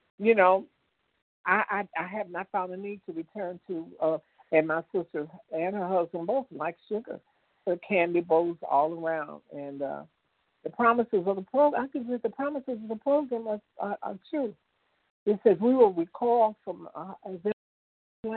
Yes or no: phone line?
yes